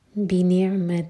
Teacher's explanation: بنعمة ادغام غنہ کے ساتھ میم کو ہول کریں گے